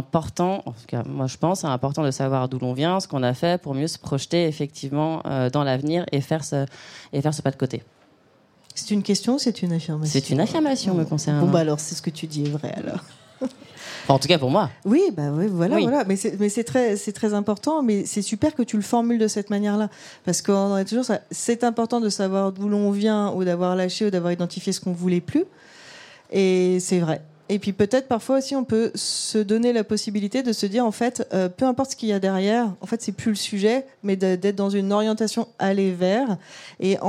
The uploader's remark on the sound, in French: Ce nouvel épisode a été enregistré en live lors du 2ème anniversaire de mūsae organisé au Pavillon des Canaux, en collaboration avec Lush.